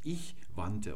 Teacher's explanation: Und wenn da ein T angewachsen ist, das ist ja heute ganz toll durch das etymologische Schreibprinzip, dass wir sowohl das D aus der Wurzel oder vom Stamm und das T der Vergangenheitsendung beide schreiben, obwohl wir nur ein T sprechen